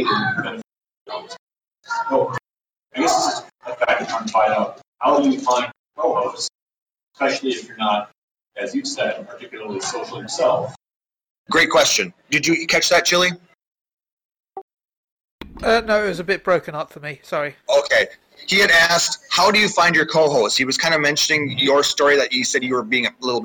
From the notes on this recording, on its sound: Recorded live at Anime Detour 2019 in Minneapolis, MN. Ironically, we had issues recording onsite, so the audio quality could be better.